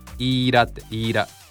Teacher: eat a の時にね、この t が母音に挟まれた状態になるので、t をちょっと濁らしましょう。